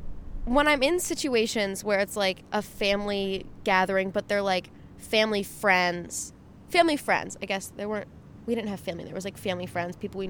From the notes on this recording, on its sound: Rooftop Q&A with my sister. Get ready for a windy, car sound filled episode!